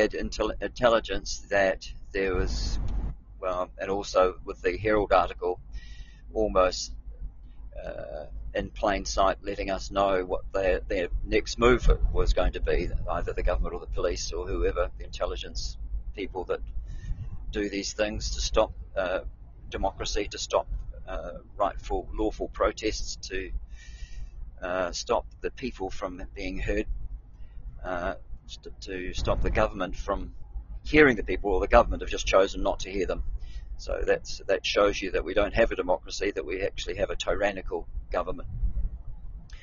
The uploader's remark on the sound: I'm on the move driving